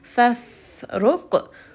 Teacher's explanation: Fathruq, ra is going to be heavy. Qaf is going to be heavy as well. And then qaf also has a qalqala. So ra here is heavy because it has a dhamma.